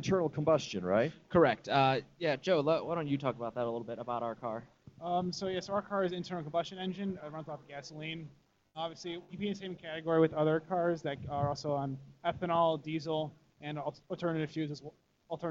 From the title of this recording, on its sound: Live from the 10th Anniversary Green Living Expo at McHenry County College!